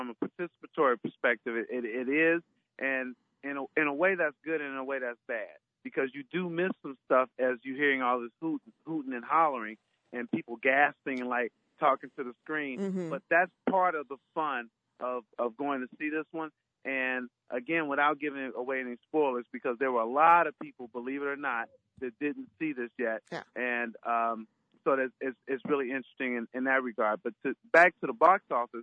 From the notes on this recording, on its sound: joined us on the phone